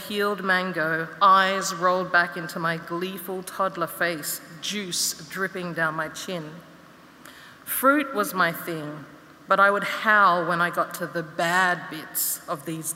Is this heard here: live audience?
yes